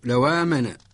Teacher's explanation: ونقرأ لورش بنقل حركة الهمزة للساكن قبلها فنقول لوامن لون لونهم فلا بد من فصل لو كلمة وأنهم